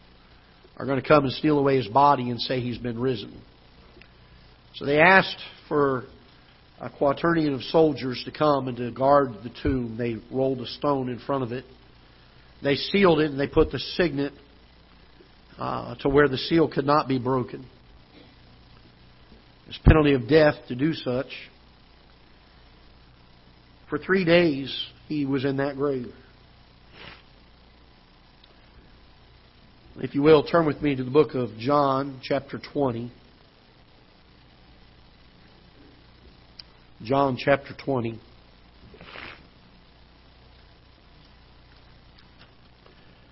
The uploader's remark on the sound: Ketha Heights Baptist Church ~ Live Broadcast.